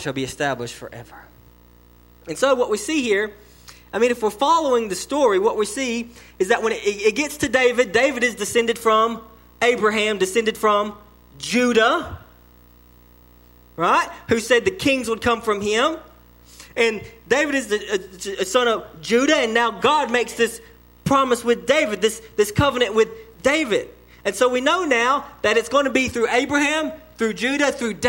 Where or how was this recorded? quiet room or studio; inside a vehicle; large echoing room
large echoing room